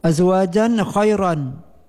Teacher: ra lafadkan dengan tarqiq oleh Imam Warash karena sebelum ra tafkhim didahului oleh huruf ya mati ataupun huruf yang berharakat kasrah di bawah.